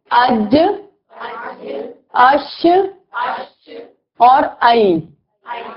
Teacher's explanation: जबान का दरमियान ऑपोजिट ऊपर तालू के साथ जब लगता है तो ये निकलते हैं तीन हरूफ। जैसे बोले अज, अश और आई, तो जबान ऊपर जाके, जबान का मिडल ऊपर तालू के साथ जाके लग रहा है, तो हमें तीन लेटर और मिले। · Term: दरमियाने जबान